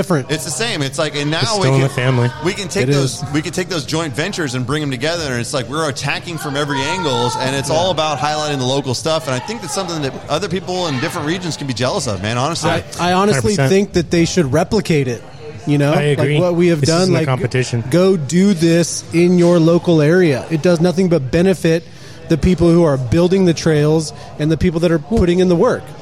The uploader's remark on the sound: LIVE from Crooked Lane Brewing with MTB Norcal.